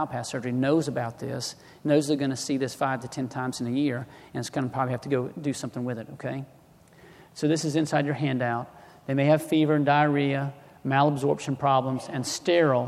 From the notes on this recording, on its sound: Recorded at the 2013 SDPA Fall Conference in Atlanta.